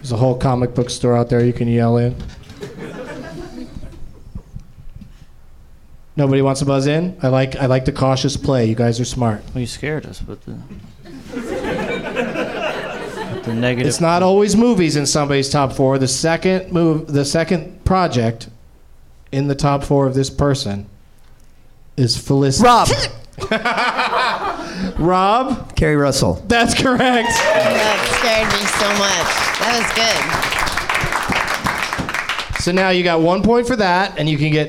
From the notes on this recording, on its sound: Live from the Nerdmelt Showroom in Los Angeles.